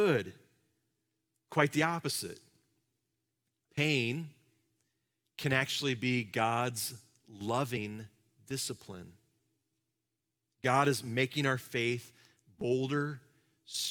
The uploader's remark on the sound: Live from our Celebration Ministry Center